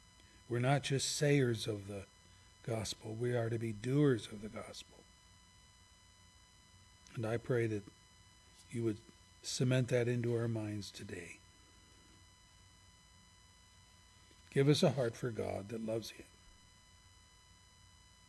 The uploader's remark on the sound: services recorded at Thornville Baptist Church